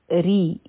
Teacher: صا به دوه حرکه اوږدوو، ځکه چې دا حرفی مد دی، او را به نری وایو، ځکه چې د لاندې کسره ده، او دا یا چې ده نو په دې باندې سکون دی، نو دا به دوه حرکه راکاږو، دا به شي ری.